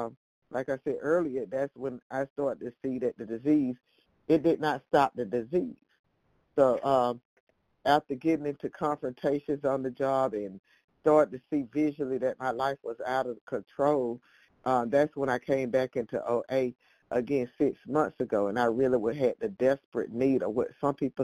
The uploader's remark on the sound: from the 100 Pounders Phone Meeting